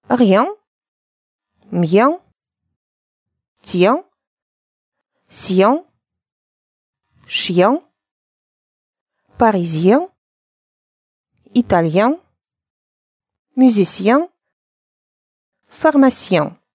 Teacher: При этом И превращается в И краткое, в легкий такой вариант И краткого.